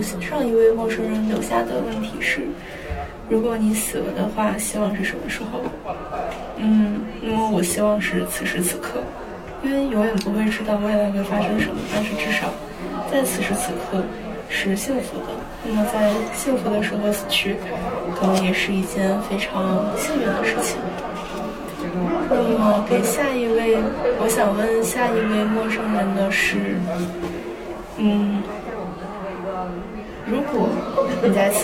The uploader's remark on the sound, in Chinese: 我们在北京天桥艺术中心搞了件大事——发现喜剧周。在那里我们搭起了一个电话亭。观众走进电话亭聊聊自己。受限于收音条件，背景音会有些嘈杂。